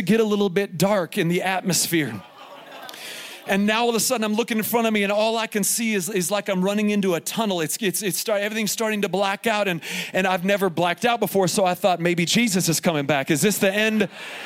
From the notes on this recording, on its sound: Here is a special edition of the podcast, recorded live from Summer Camp 2021 at Faith Heights.